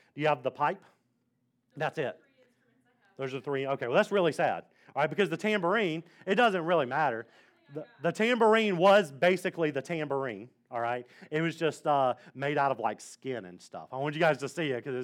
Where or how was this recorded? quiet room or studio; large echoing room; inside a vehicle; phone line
large echoing room